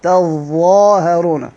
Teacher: إدغام التاء في الظاء، هي تتظاهرون، أدغمنا التاء الثانية في الظاء